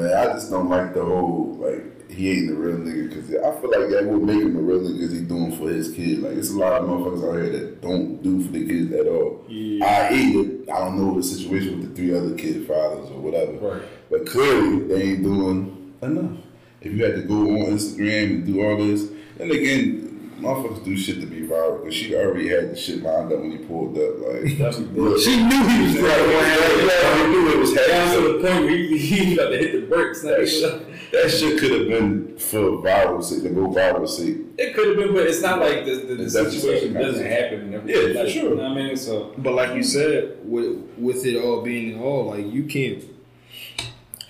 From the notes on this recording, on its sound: For the audio quality issues. We ran into some technicals errors this week, but didn’t want to leave you without an episode.